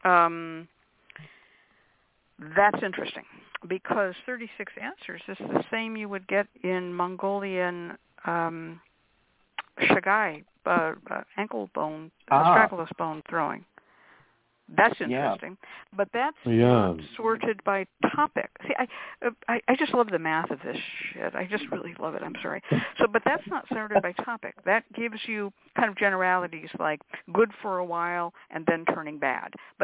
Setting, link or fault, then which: link, phone line